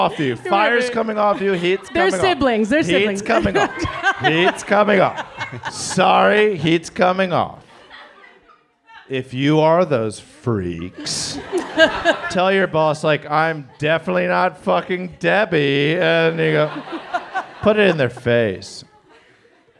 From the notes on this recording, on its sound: It's Bananas live at the Elysian Theater for the second annual Splitty in the City!